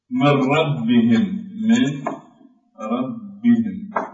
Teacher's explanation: أما الإدغام بلا غنة فهو في اللام والراء، مثل قوله تعالى من ربهم، من ربهم، فهنا النون ساكنة والراء شددت لأنها أصبحت راء مدغمة